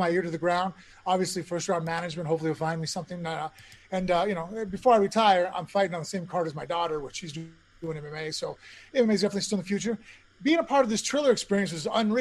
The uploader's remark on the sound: Post Fight Media Conference